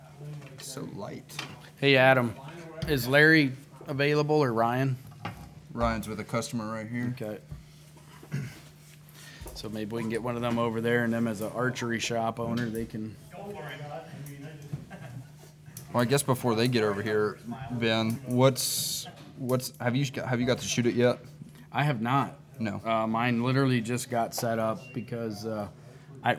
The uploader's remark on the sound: live at Miller's Gun and Supply in Sugarcreek, OH.